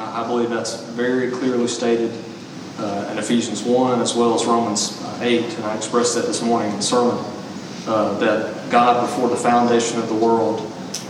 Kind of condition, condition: setting, large echoing room